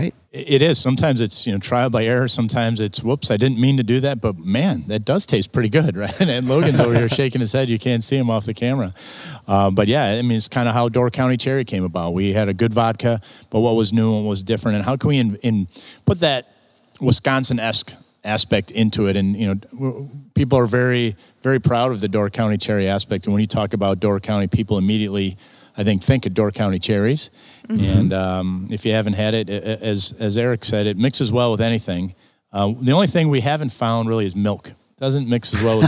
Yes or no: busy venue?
yes